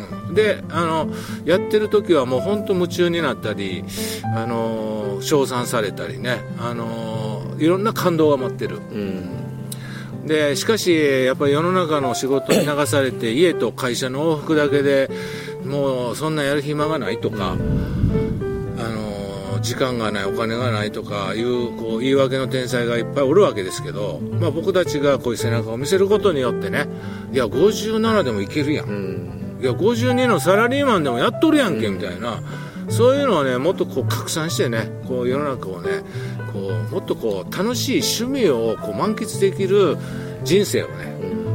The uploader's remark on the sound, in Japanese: 箱根三人対談。箱根まで日帰りバイクツーリングしてきました。富士山をバッグに３人対談。